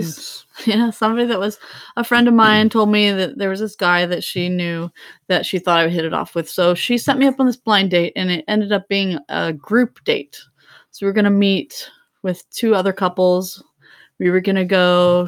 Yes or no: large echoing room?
no